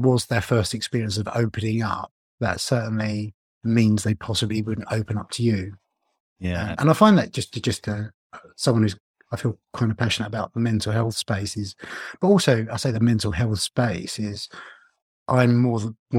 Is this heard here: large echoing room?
no